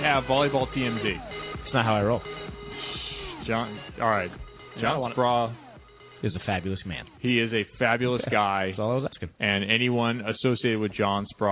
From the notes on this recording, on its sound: call